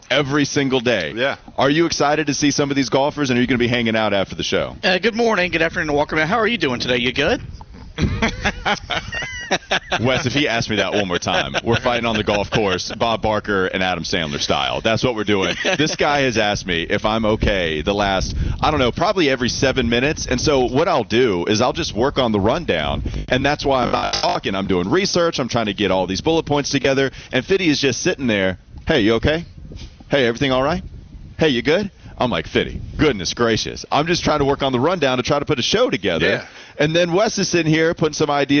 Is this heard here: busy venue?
yes